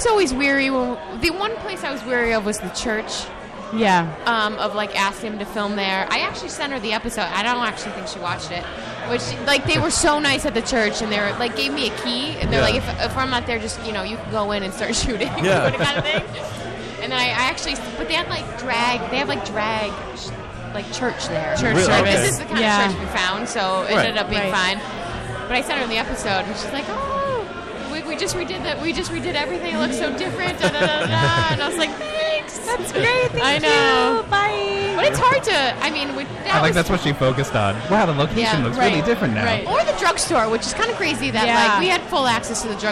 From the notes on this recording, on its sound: We are live from the K&A Finale party!